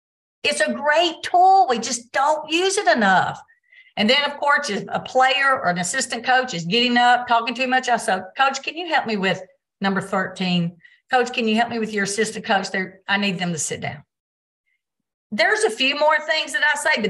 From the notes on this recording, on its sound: Recorded Zoom meeting